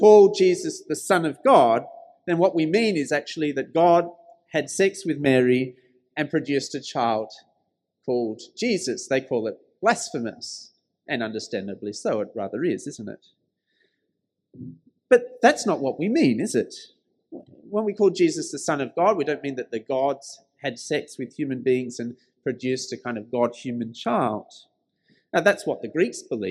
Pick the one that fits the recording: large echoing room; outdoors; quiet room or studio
large echoing room